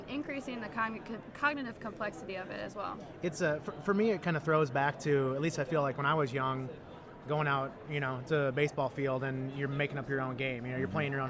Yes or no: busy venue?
yes